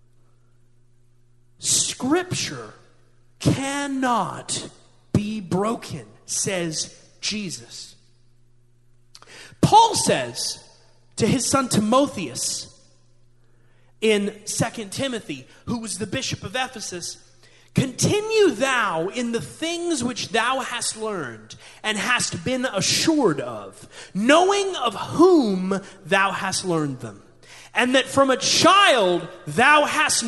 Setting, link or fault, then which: setting, live audience